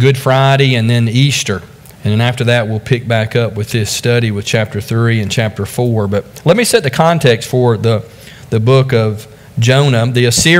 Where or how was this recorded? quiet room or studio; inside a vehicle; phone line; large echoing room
large echoing room